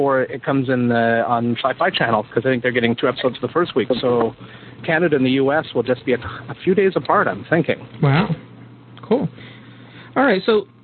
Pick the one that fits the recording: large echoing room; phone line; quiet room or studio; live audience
phone line